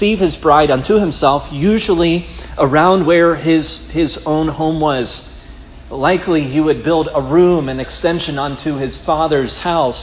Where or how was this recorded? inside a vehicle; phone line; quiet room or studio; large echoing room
large echoing room